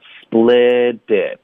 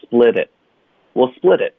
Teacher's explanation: Split 的 t 跟 it 连读，与此同时 t 的音会浊化，splitit，然后 it 结尾这个 t 省略，will splitit，will splitit，就这样说。哎，就这样说。嗯，老师教我们的这个 we will 这个啊，这个 we will 这个短语的这个读法哈，大家一定要学会啊，不然你以后唱歌你都没法 …，知道吗？ yeah.这歌什么